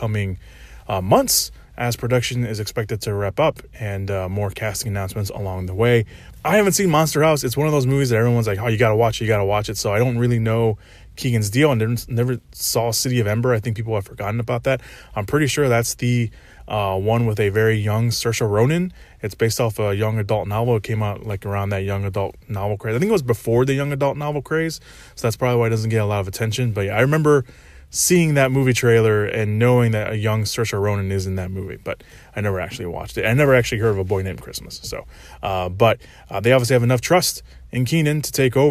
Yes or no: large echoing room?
no